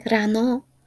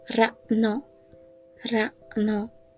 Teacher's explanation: after a second sound, after A, we have got tutuk belgisi, glottal stop · Shown in: second take